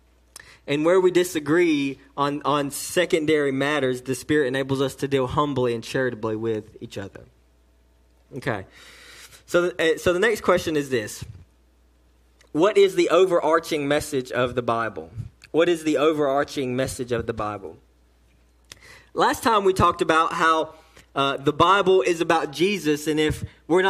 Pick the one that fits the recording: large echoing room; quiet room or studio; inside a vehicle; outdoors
large echoing room